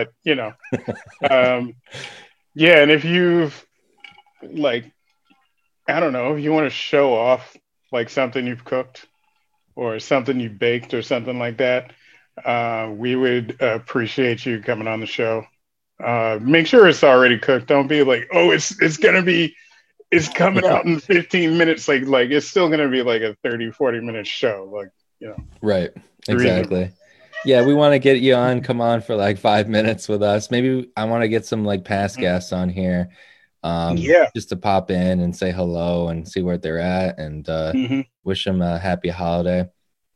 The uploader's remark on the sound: Recorded Live on Zoom on 11/16/2020